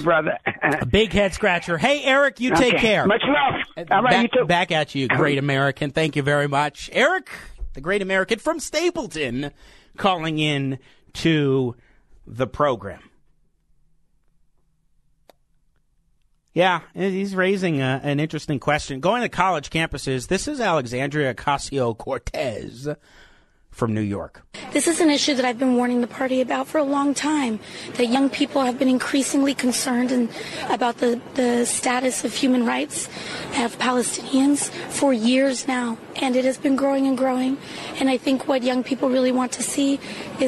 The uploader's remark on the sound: opens the phone lines and takes calls